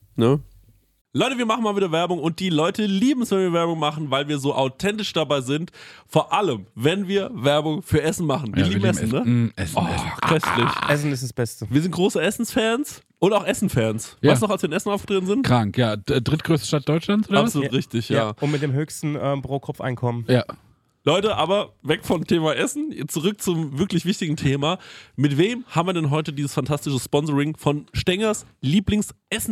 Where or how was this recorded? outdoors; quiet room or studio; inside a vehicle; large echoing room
quiet room or studio